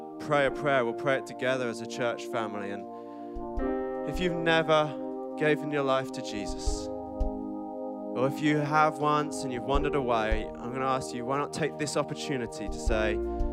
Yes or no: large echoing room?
yes